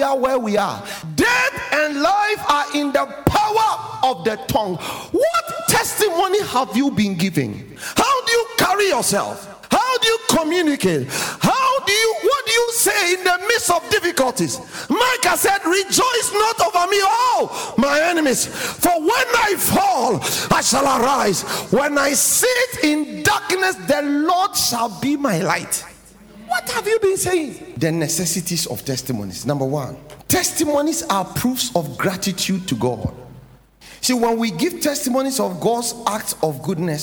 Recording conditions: large echoing room